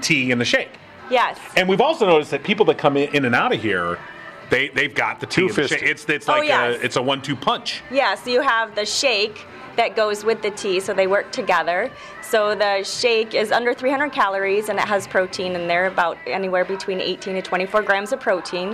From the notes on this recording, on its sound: The show is on the road at Howell Nutrition